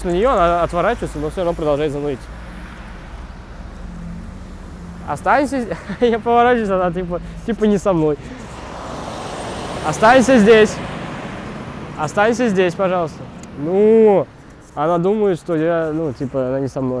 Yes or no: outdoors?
yes